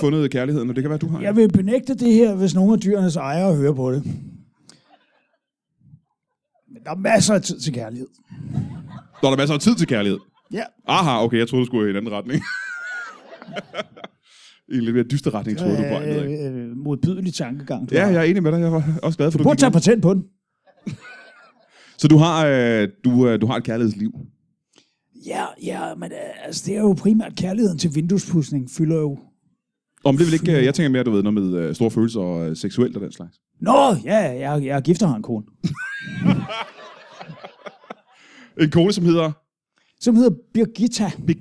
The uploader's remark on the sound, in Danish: LIVE fra Holbæk